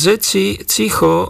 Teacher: A znenie slov dzeci, cicho dokazujú, že aj v trnavských nárečiach je pred samohláskami i a pôvodnou praslovanskou samohláskou jať namiesto pôvodného mäkkého ď spoluhláska dz a namiesto spoluhlásky ť je c